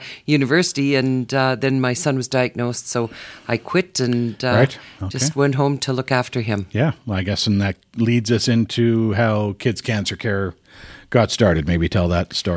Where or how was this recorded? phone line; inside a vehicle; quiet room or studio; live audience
quiet room or studio